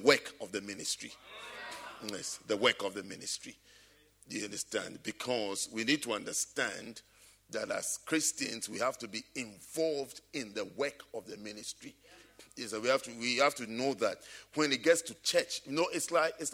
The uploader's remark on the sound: at the Saved and Called Service - First Love Church, London.